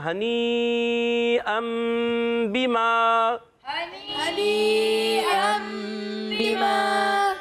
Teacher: اور پھر تنوین کے بعد آپ دیکھیں چھوٹی سی میم نظر آ رہی ہے، تنوین کے بعد یہ با جو آیا نا اس کی وجہ سے میم آئی ہے. یہ نون ساکن تنوین کے بعد جب حرف با آتا ہے تو نون ساکن تنوین کو میم سے بدل کر اقلاب کرتے ہیں، اس کو اقلاب کہتے ہیں.